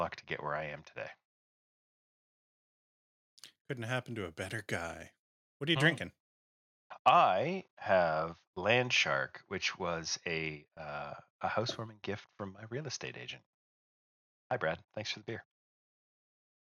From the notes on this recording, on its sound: Moved into his new place, which means he’s stuck with shoddy internet again. We push through the technical difficulties.